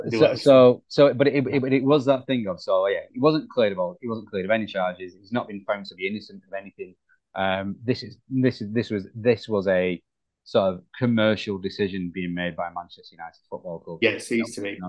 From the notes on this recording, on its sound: We recorded this via zoom due to having ridiculous schedules at the moment.